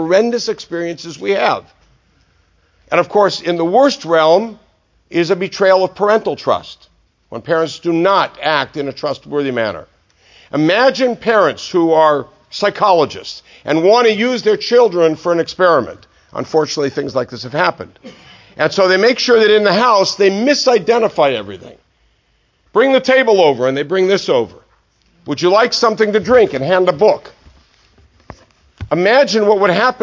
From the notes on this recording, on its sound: This lecture was given at Century Village, Boca Raton FL as part of a Scholar-In-Residence weekend.